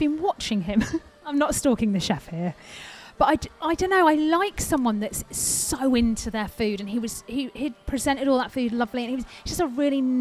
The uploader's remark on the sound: On this bonus episode we are live from Brocco on the park!